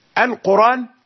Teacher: فتحة الهمزة، أخذنا فتحة الهمزة أرجعناها إلى الوراء وضعناها على الراء التي كانت ساكنة، فبدل أن تقول قر قلت قراء ثم حذفت الهمزة ليسهل اللفظ. · Term: النقل